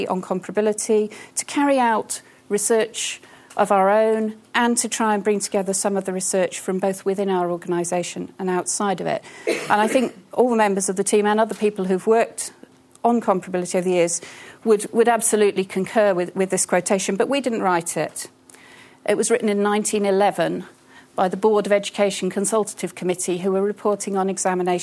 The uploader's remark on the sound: In this seminar a panel of key staff will discuss the issues surrounding comparability and will engage in debate with the audience.